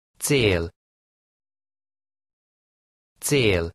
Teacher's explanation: Notice how the final L sound almost disappears.